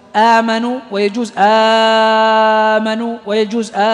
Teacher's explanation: جائز يعني جوز القراء مده وقصره، او قصره هو مده، فاختلف القراء فيه، فهنا نقول يقصره حفص، ويمد مثلا من رواية ورش بمقدار له القصر حركتين، وله التوسط أربع، وله الإشباع ست حركات · Term: مد البدل